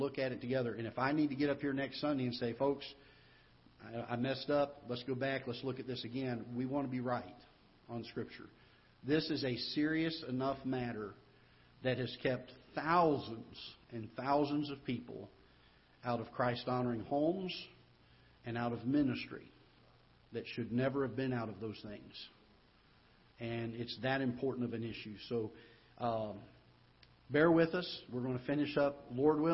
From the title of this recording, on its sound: Ketha Heights Baptist Church ~ Live Broadcast